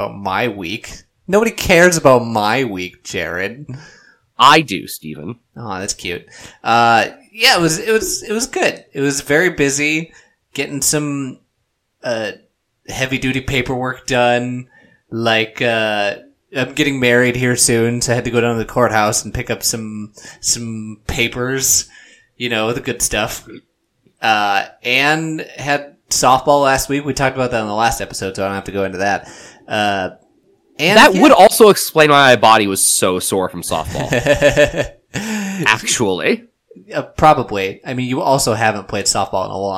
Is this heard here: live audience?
no